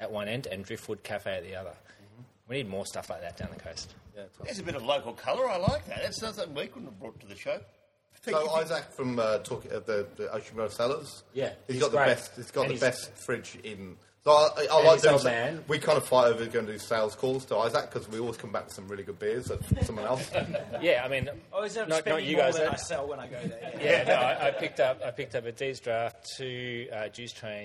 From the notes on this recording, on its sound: In front of a great live audience. Live at Masterson’s. As ever with a live show there are a few audio issues to deal.